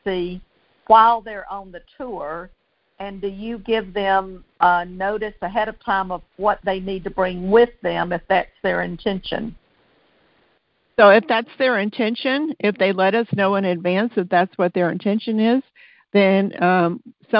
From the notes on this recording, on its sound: Listen to the replay of the June 17, 2022 Q&A call.